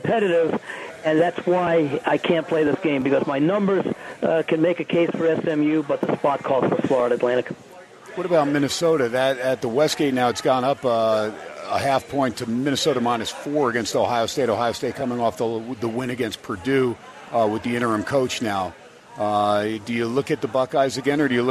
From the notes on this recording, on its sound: SPORTSXRADIO HUMP DAY AT STEINERS PUB. "Live" from #SteinersPub #LasVegas.